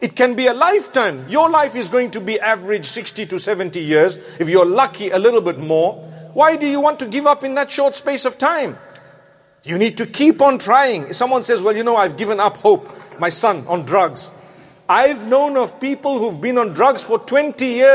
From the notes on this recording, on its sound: Jumu&#8217;ah Lecture from London Holloway Masjid